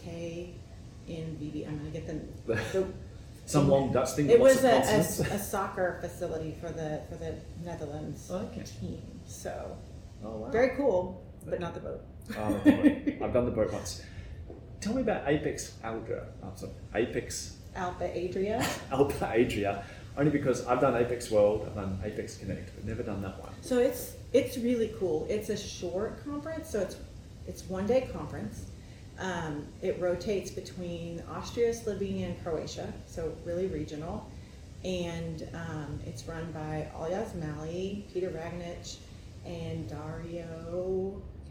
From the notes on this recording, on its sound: I caught up with her at the Kscope22 conference in Dallas Texas